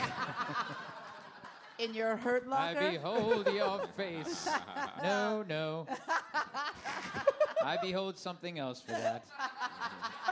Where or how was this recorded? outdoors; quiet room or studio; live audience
live audience